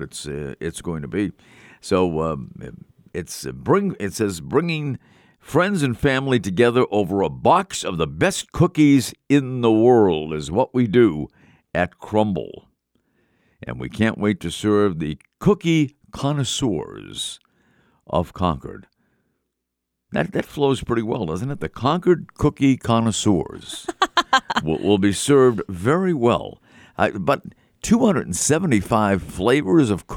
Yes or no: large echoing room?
no